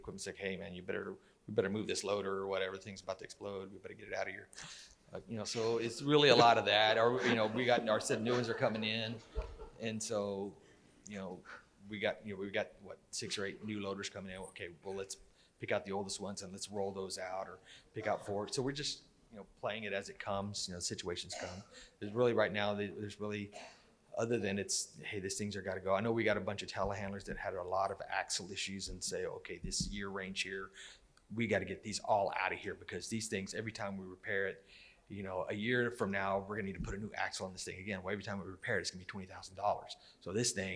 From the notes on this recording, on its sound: In a special edition of The Front Porch, we recorded our Industry Panel session at the 2022 International Conference.